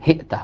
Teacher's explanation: هشام يقول بالهمز، إذا وهو من الذين يكسرون، إذا يقول هئت